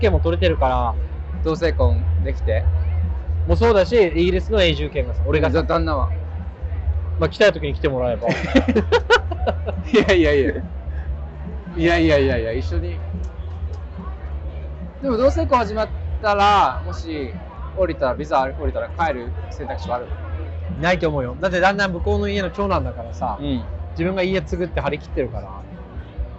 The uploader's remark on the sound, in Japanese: 外収録//。今回のロンダンは初のフィールド収録！シャッター音が鳴るところでインスタに写真載せてるよ。